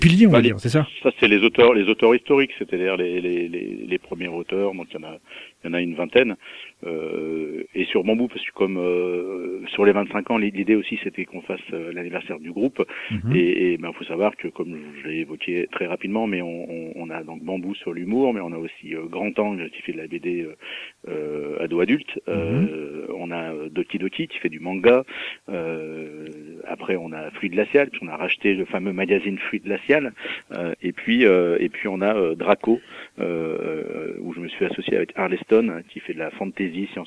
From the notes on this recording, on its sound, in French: reçoit par téléphone